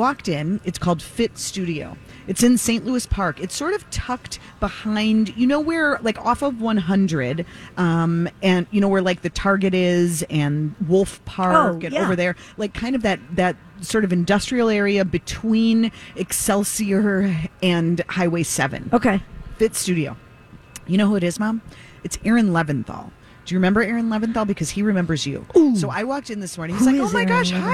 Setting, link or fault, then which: setting, busy venue